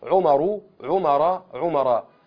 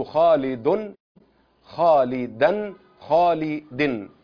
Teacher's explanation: أما كلمة عمر، عمر عمر عمر، لاحظت أن كلمة عمر لم تنون وكلمة خالد نونت، فالمنون هذا يسمى مصروف، والذي لم ينون ممنوع من الصرف أي ممنوع من التنوين.